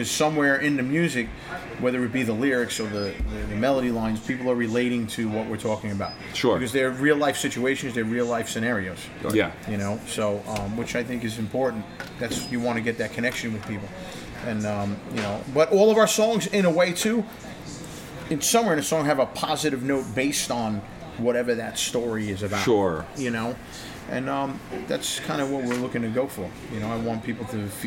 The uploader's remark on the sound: Recorded on December 3rd, 2017 on location at The Kingsland music venue in Brooklyn, NY. Grabbing a chance to speak with the band before playing The Kingsland.